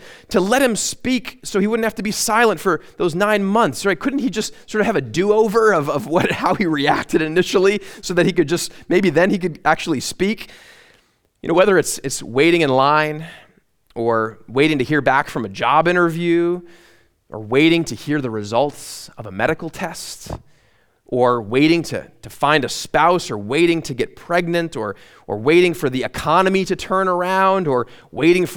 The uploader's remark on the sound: at Immanuel Lutheran Church in Pasadena, CA